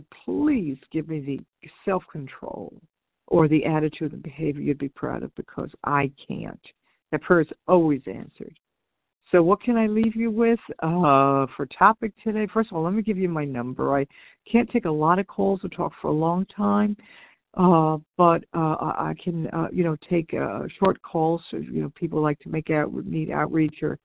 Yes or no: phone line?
yes